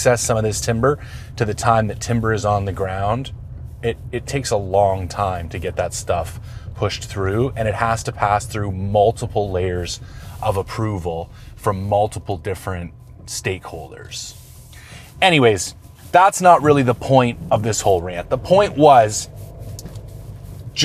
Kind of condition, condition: setting, outdoors